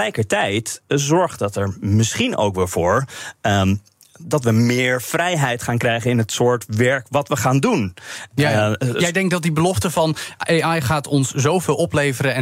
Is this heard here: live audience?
no